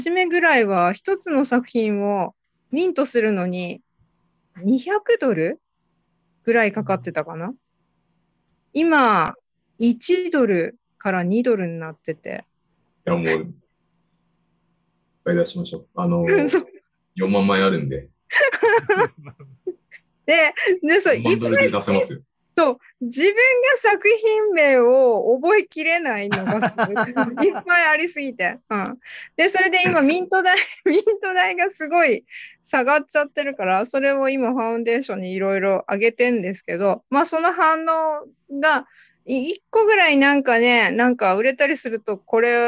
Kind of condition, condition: link, video call